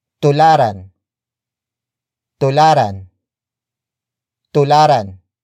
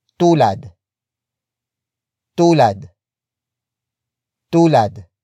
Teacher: root words that end with D switch into R before adding the an suffix · Shown in: first take